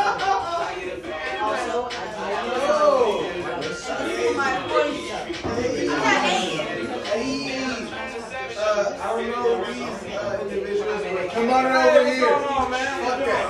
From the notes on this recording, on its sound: Excuse the extra chatter but we live!